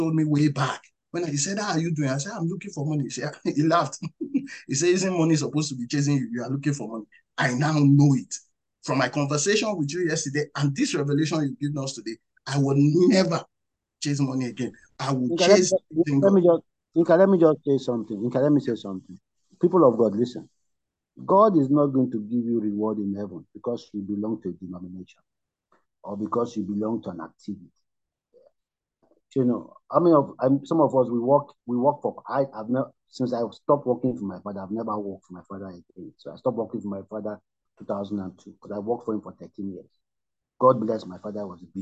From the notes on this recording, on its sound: Night Vigil Zoom meeting with The Team Nehemiah Brethren.